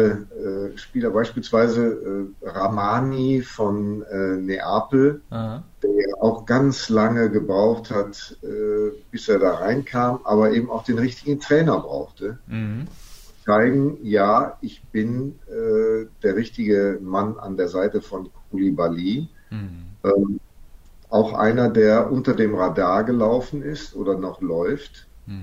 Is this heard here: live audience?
no